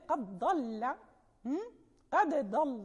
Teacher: يقلقل الدال ويظهرها عند الضاد